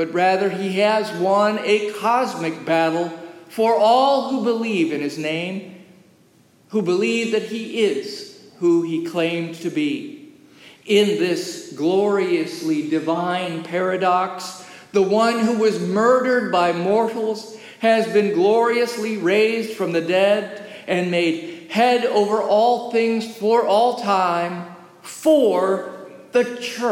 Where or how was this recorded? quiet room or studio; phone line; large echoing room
large echoing room